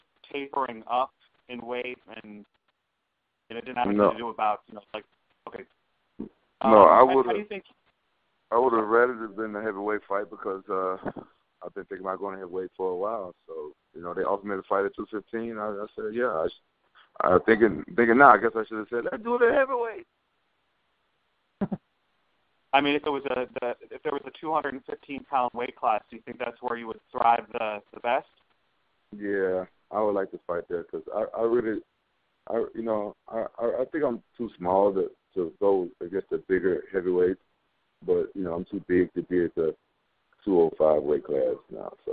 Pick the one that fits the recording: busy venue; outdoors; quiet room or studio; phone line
phone line